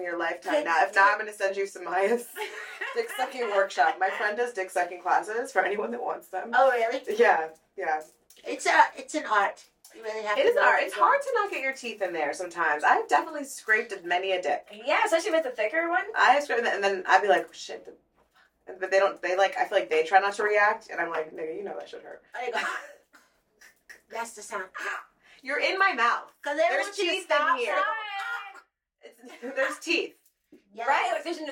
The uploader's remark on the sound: Mercury retrograde tried to come for us and we lost our audio for this episode. Please excuse the audio quality.